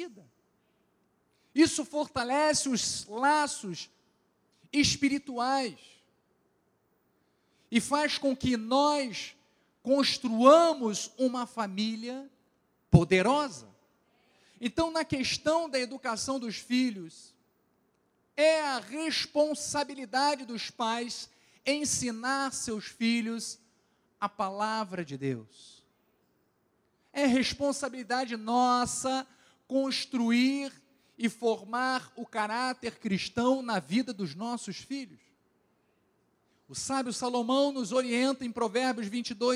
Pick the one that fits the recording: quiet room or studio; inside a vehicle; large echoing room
large echoing room